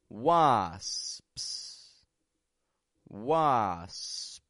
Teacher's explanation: First, making an S. S. Making a quick P sound. And then making a second S.